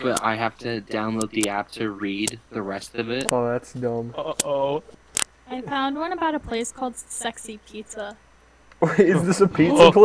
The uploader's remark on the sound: Audio is a bit glitchy again, but we are trying our best during quarantine.